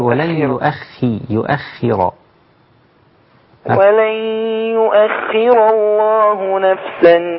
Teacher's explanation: إذا كانت الخاء مكسورة أي حرف من حروف التفخيم مكسور بيقل درجة تفخيمه، في أدنى مراتب التفخيم